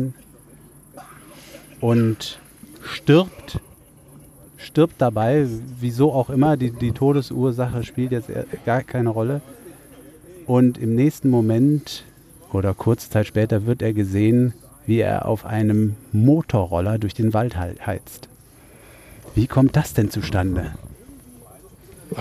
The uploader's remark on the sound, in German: Live aus dem Schrader-Garten. Vor einem äußerst red- und trinkseligem Live-Publikum erzählen wir bei einbrechender Dunkelheit Horror-Geschichten aller Art aus.